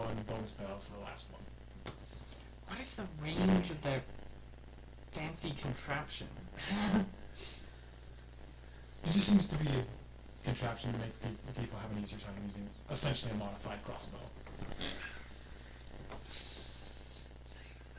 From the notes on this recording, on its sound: sorry for all the static.